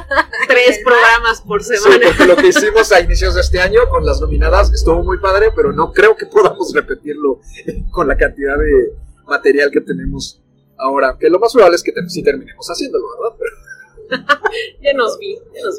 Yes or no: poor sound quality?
yes